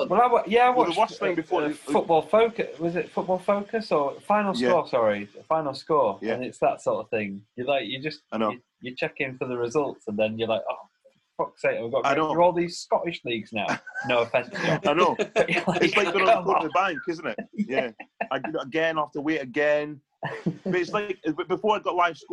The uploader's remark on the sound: as they chat over zoom